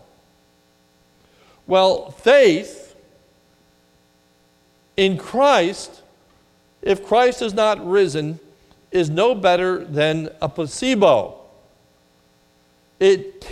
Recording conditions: large echoing room